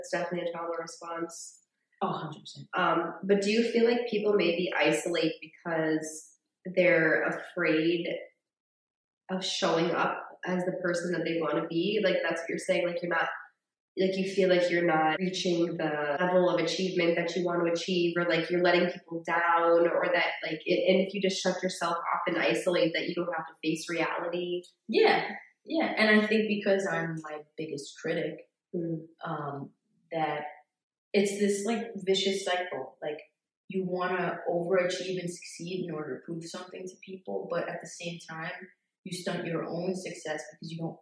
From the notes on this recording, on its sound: Yes we recognize the audio was not great in this one. We had a mishap.